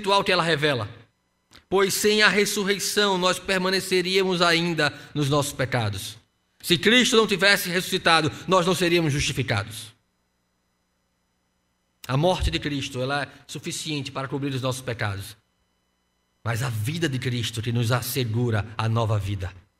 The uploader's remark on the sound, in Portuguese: No culto presencial e transmitido ao vivo no domingo (04/04/2021) às 15h.